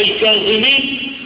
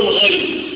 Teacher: حرف الظاء الممتلئ الذي يملأ الفم كما امتلأت النفس بالغضب، حرف الظاء مليان كده، هو رسمه هكذا وهو يملأ الفم أيضا، وهو من حروف الاستعلاء والتفخيم.